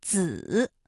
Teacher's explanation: 它的平舌声母是滋 · Term: 平舌音